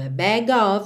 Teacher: juntinho, o G no O